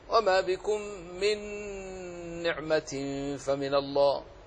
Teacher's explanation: نون ساكنة جاءت بعدها النون فإضغام مع الغنة، وهو إضغام المتماثلين لأنهما حرفان مثلان، مر بنا أيضا في باب الإضغام الصغير. فالنون هنا نون واحدة مشددة تنطق بها مع الغنة